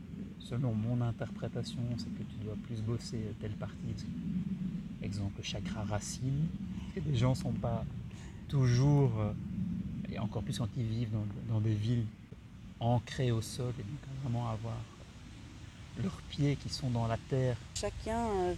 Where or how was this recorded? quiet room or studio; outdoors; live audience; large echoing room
outdoors